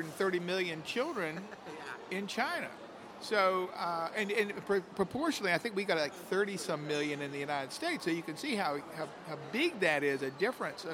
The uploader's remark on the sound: From the Guangzhou Toy & Edu Fair. Recorded on the floor of the show in Guangzhou, China.